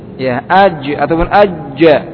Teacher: Tengah lidah dengan langit-langit atas.